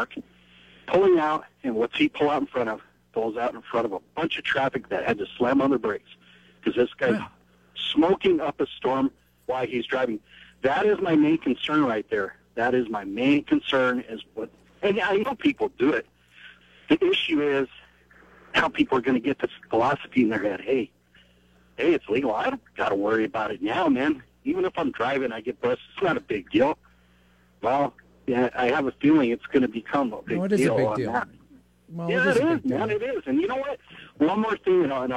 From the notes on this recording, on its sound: Takes your phone calls on the topic.